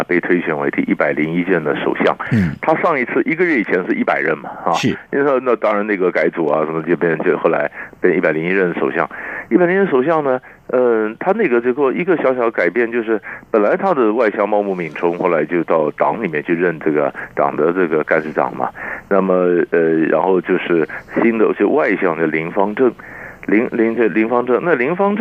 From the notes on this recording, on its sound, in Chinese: 連線訪問